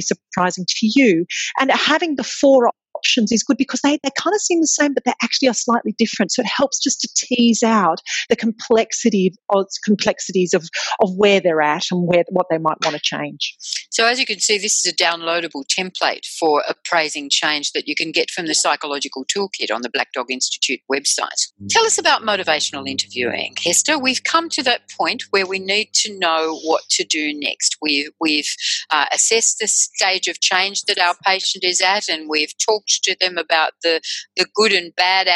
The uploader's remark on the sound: In this podcast, based on a recent webinar, our panel will focus.